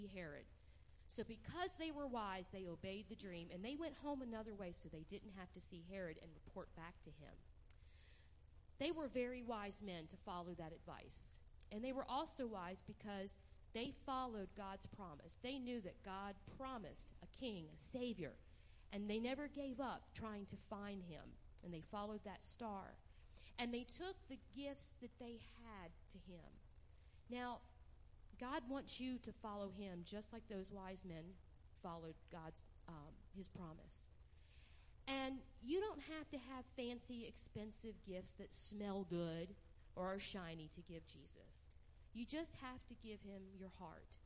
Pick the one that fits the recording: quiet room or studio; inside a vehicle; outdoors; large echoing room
large echoing room